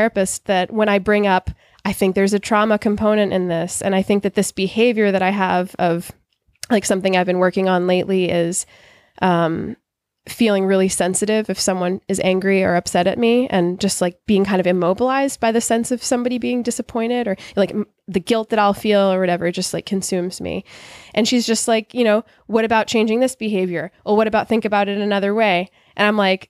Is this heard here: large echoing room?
no